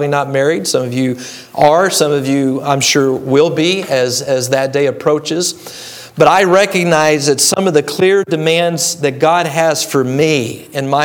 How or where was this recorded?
large echoing room